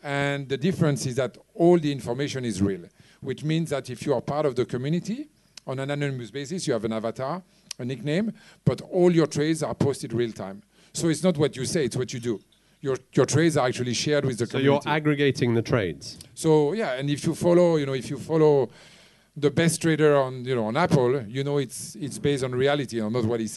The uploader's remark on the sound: Special thanks to Radio Chinwag for mastering the sound. Recorded at Orange Peel Live Music Bar, Lam Kwai Fong, Central, Hong Kong on 6th May, 2015.